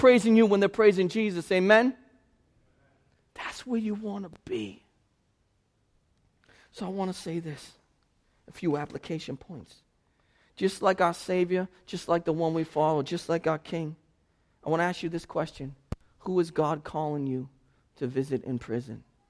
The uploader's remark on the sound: This sermon was preached at Restoration Road Church on November 6, 2016.